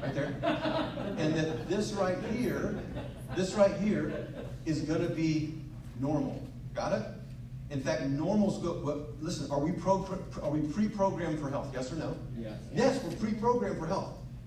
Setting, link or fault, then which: setting, live audience